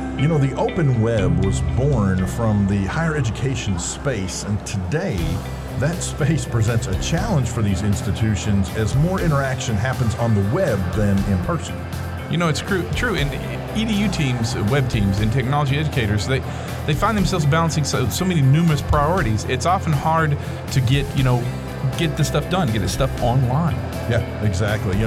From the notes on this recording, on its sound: The guys are coming to you live from the Arkansas Department of Educations Summit 2019 in Hot Springs, Arkansas.